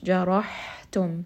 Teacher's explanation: Ha is going to be from the middle of the throat and it also has hems, meaning that there's going to be a little bit of air coming out.